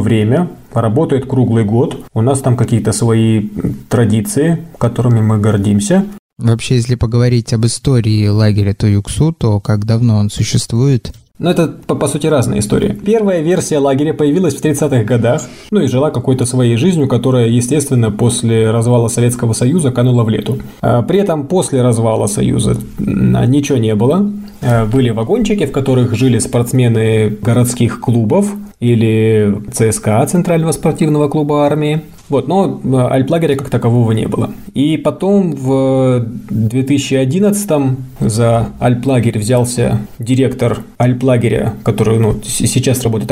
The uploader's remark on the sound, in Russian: В условиях, когда доступ в студию ограничен, мы записываем подкасты всеми возможными способами. В этот раз позвонили по телефону в Алматы. Который сейчас работает в лагере Туюк-Су в Казахстанских горах.